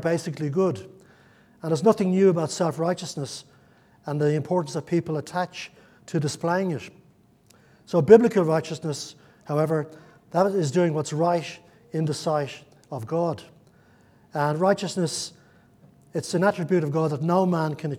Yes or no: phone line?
no